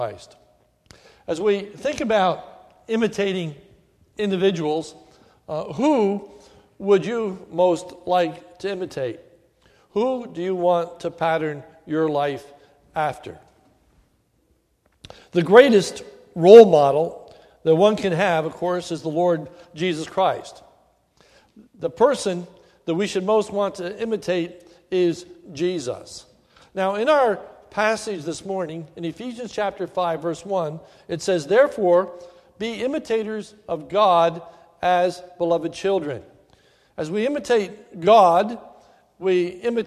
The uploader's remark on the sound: This is a sermon recorded at the Lebanon Bible Fellowship Church in Lebanon, PA om 8/14/2016 during the morning service